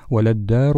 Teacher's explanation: ففي هذه الكلمة وللدار اللام الأولى المتحركة تظهر، ولكن اللام الثانية الساكنة تدغم في الدال وتصبح عندنا الدال مشددة بسبب قرب مخارج حروف الحروف الشمسية من اللام، إذن تدغم اللام الساكنة فيها.